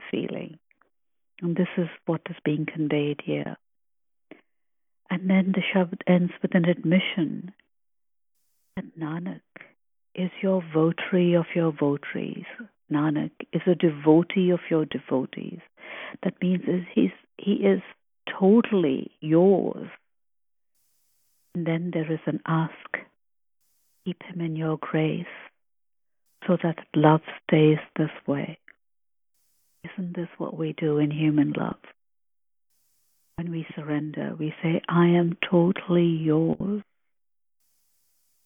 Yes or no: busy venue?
no